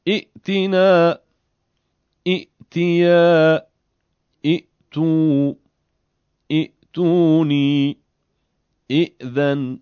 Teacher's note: همزه ساکنه در این کلماتی که میخوام عرض بکنم در وسط کلام به همون همزه خونده میشود و در صورت ابتداء به کلمه تبدیل میشه به یا مدی